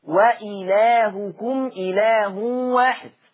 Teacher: قرأ ورش بصلة ميم الجمع في لفظ وإلهكم إله واحد · Term: صلة الميم